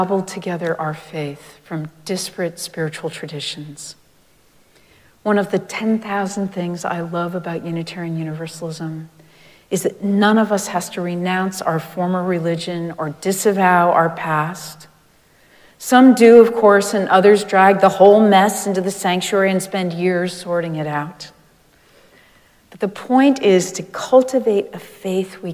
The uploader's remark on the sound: Recorded live at Arlington Street Church, Sunday, April 2, 2023.